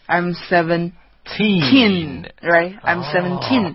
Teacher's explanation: 那么17的重音其实是放在后边的